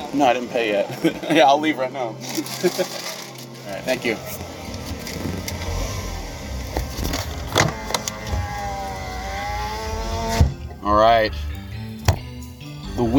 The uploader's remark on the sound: live from the Wendy's drive-through